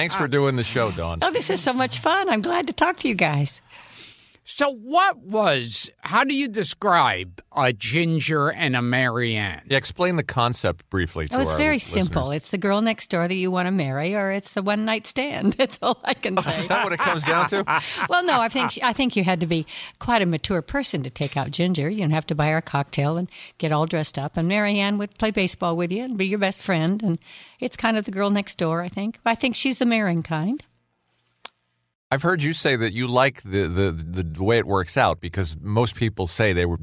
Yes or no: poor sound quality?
no